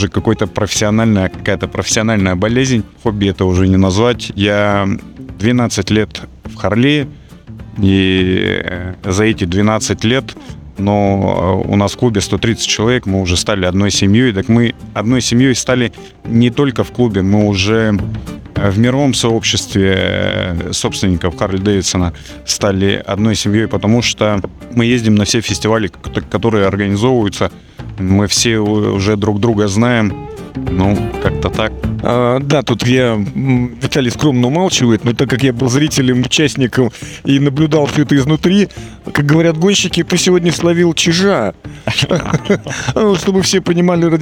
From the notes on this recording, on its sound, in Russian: Интервью с фестиваля H.O.G. Winter Challendge «Ural Ice 2023». В Екатеринбурге прошел уникальный, единственный в Мире (и уже третий по счету) Harley Davidson и Harley Owners Group зимний мотофестиваль H.O.G. Записано в полевых условиях в городе Екатеринбург.